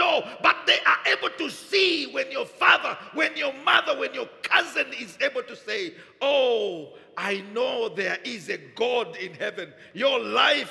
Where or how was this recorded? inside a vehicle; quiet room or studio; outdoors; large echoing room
large echoing room